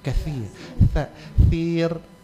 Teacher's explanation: Memang tak keluar angin, tapi kita tidak mendengar berdesis.